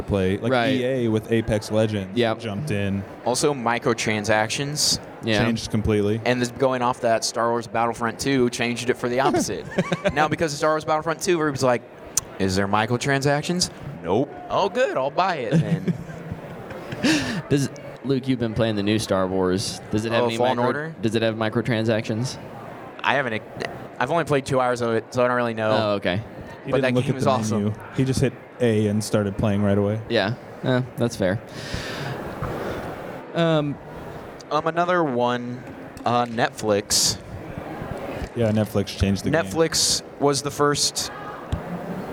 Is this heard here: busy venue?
yes